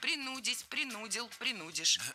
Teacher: Не принудить, а принудить. Ударение ставим на второй слог, на корень слова. И во всех формах его сохраняем.